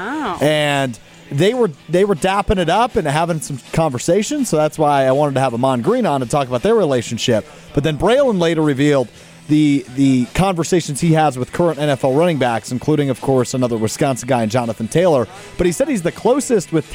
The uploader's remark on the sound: live from Lake Windsor Country Club